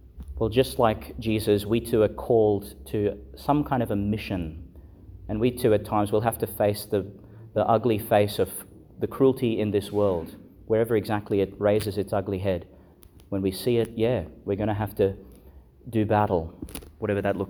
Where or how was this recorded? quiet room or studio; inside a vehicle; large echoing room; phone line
large echoing room